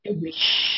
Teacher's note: ومعنى الرخو أنك إذا قلت أضش مثلا فلك أن تجري الصوت بالشين